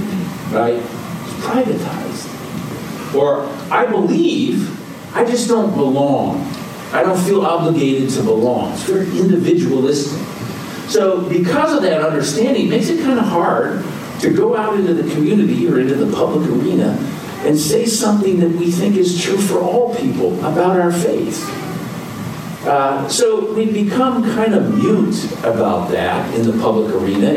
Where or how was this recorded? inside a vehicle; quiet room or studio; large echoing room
large echoing room